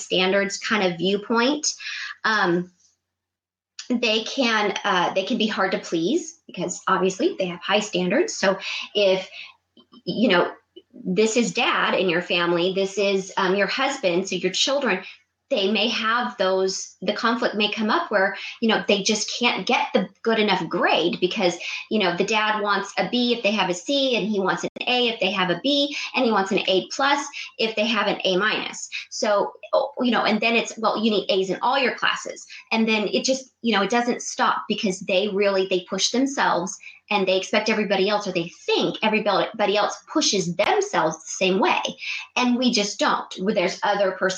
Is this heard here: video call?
yes